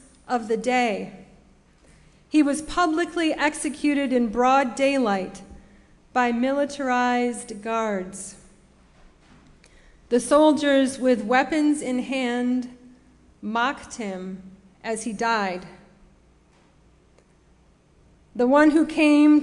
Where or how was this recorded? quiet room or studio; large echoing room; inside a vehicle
large echoing room